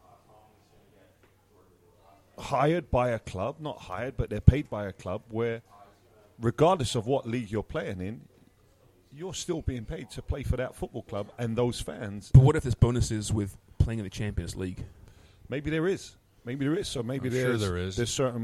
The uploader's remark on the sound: On location this week at one of our favourite establishments in downtown Toronto as we celebrate Family Day.